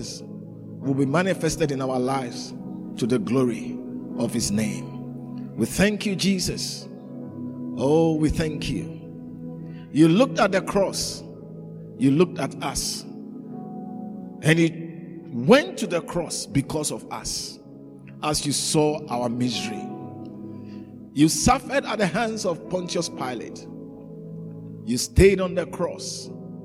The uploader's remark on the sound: preached at the Living Waters Cathedral